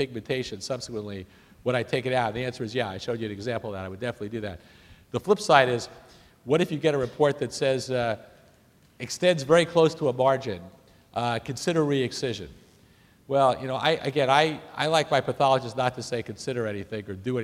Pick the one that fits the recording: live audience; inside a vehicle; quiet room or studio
live audience